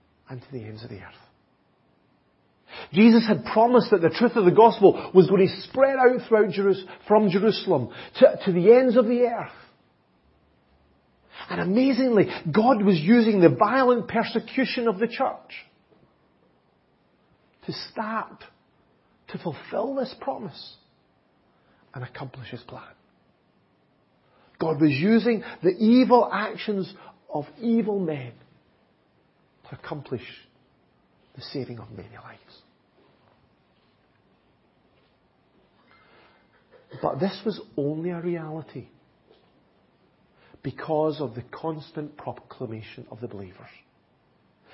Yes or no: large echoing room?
yes